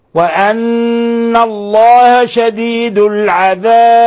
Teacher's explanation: لما نقف على الباء بالسكون نقلقل الباء لأن الباء من حروف المقلقلة، من الحروف المقلقلة الخمسة قطب جد.